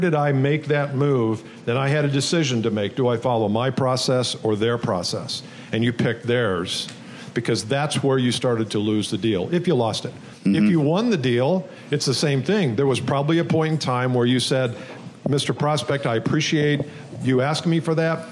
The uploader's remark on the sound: Host a special LIVE recording in Indianapolis Indiana.